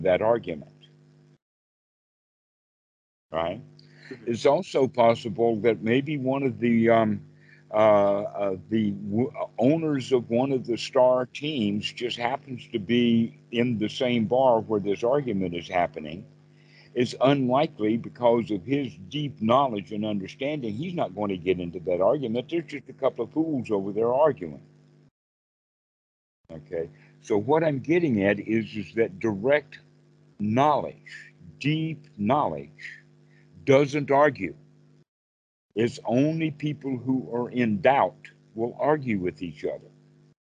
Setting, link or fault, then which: link, video call